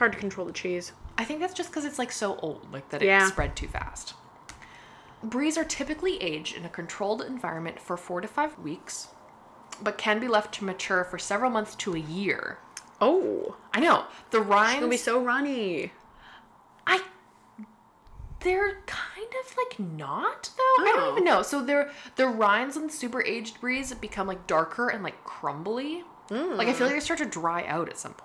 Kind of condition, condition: fault, background noise